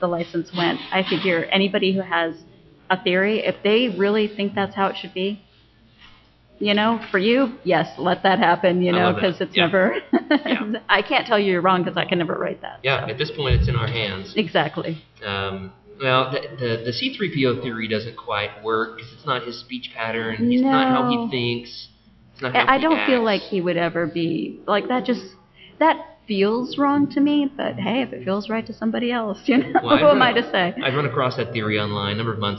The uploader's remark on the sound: Recorded at Legends Con on September 8th. Recorded at Legends Con.